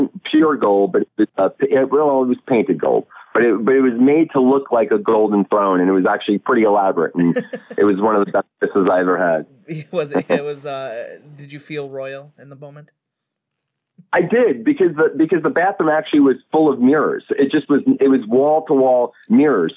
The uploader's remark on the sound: calls into the show